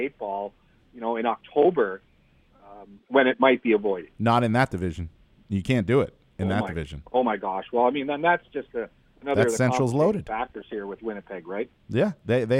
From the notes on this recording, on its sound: hops on the phone